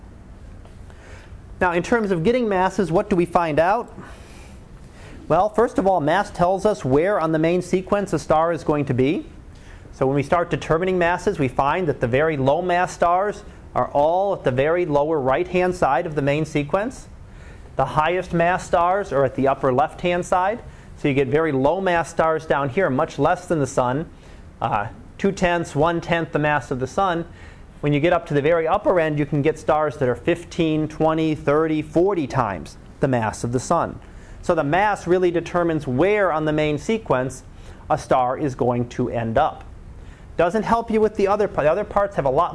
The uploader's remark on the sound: Live Class Lecture